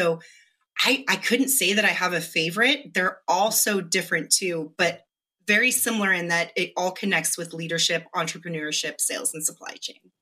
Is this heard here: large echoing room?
no